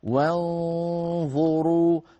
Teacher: نرقق الواو نفخم النون المخفى، وانظروا ولا نقول وانظروا، و العرب لا تفخم الواو البتة.